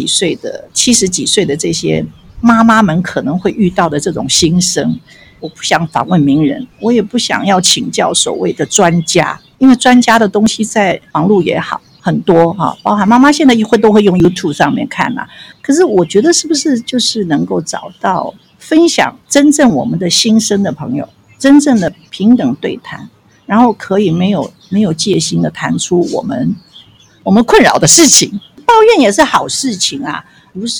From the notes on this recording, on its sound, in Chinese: 因為我們是採取游擊街訪、以帳篷作為臨時錄音室的形式，所以音質並不會像一般廣播節目那麼理想，也有許多身歷其境的環境音